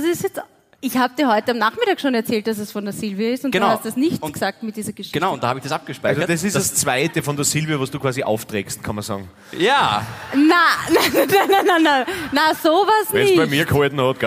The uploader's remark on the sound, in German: Hawi D'Ehre LIVE aus Salzburg